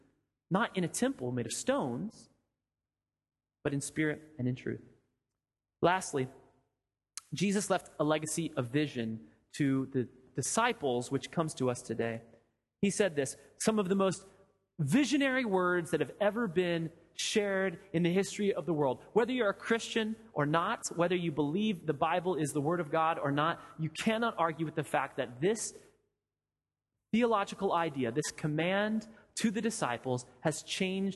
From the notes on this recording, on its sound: Sermon audio from FIBC Copenhagen